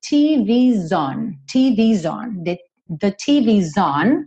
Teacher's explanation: The TV's on, aqui TV, com esse apóstrofo S, ficou como se fosse TVs, como se fosse um plural, né? E esse S, então, vai juntar no on com o sonzinho de Z